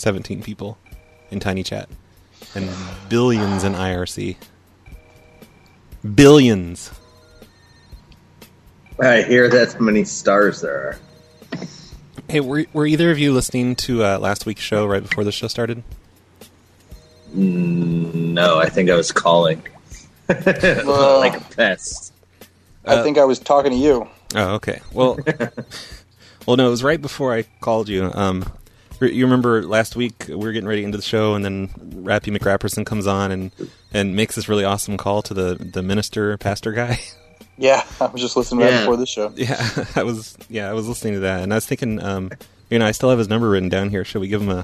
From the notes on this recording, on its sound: …'s Personal Prank Phone Calls Collection.